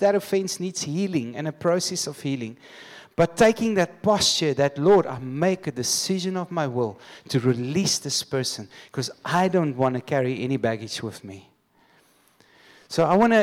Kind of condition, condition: setting, large echoing room